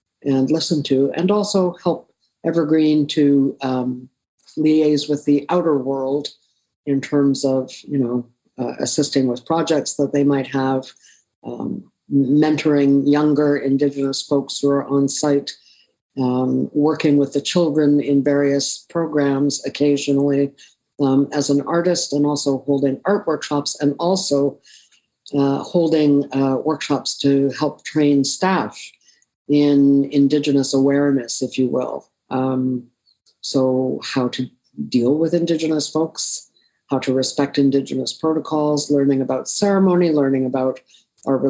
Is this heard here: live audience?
no